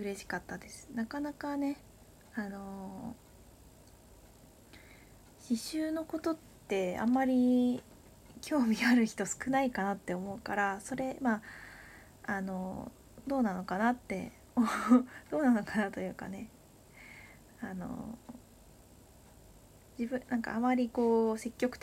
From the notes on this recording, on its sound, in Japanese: From Radiotalk。かなりノイズが入ってしまっていてごめんなさい。